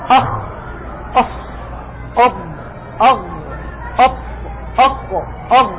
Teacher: استعلاء يرتفع اللسان إلى أعلى الفم، إلى سقف الحنك الأعلى. كلما ارتفع اللسان إلى أعلى ينشأ عنه تفخيم.